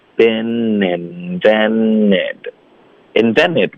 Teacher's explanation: hasn't 的 t 呢、会省略因为我们要连读到 evenThat hasn't even been 跟 invented 要连读 been invented 那 invented 呢这个 t 的音会省略、这个我们也学过 nt 带一个元音我们就彻底的省 t 的音